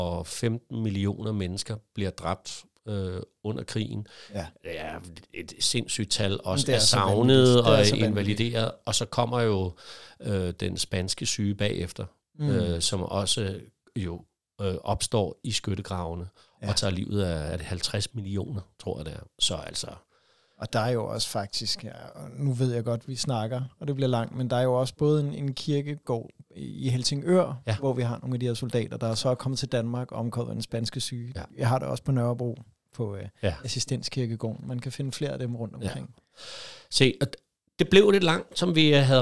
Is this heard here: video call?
no